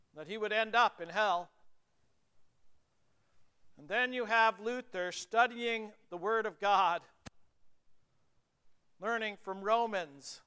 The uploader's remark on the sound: The Concordia North and Concordia South Circuits worked together for a Reformation Service at Grace Lutheran Church, Lexington.